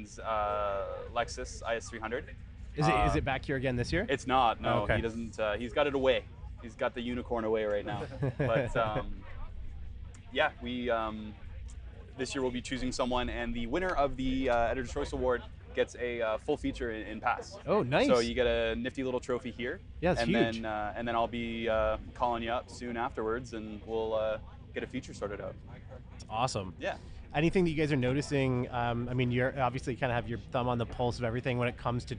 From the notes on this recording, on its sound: While at Fitted. A quick apology for the wind noise and fluctuating volume levels of this episode. I was working with a brand new rig, made a rookie mistake and didnt have proper wind covers for my lav mics.